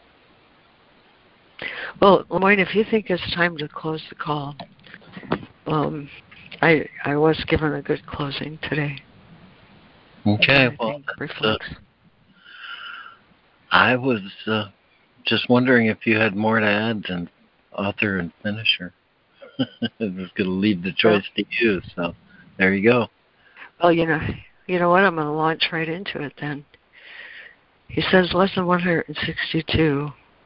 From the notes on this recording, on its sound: ACIM Daily Conference Call